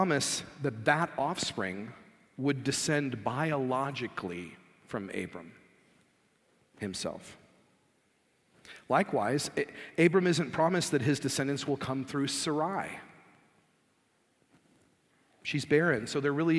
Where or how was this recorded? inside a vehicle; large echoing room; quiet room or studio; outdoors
large echoing room